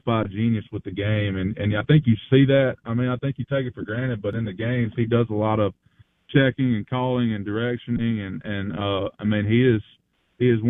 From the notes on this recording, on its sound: Joins the show on Farm Bureau guest line. Live in the BankPlus Studio.